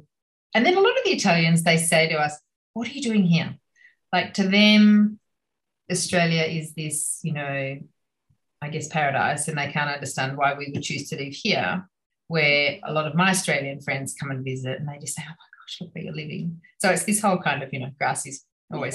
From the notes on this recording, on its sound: A rainy day in Florence via Zoom.